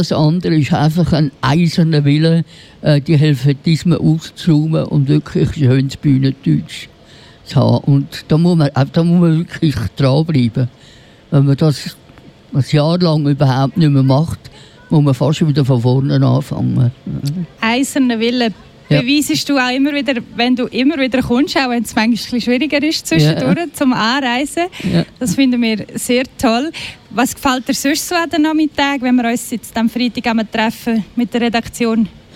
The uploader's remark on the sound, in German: Live vom Dorffest Biberstein. Die Redaktion Happy Radio berichtete zwei Stunden live vom Dorffest aus Biberstein.